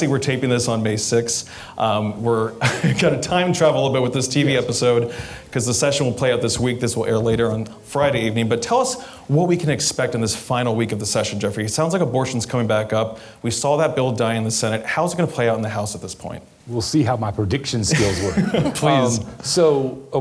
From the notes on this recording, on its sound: Recorded in front of a live audience at South Carolina Public Radio's 50th Anniversary Open House event in Columbia, SC.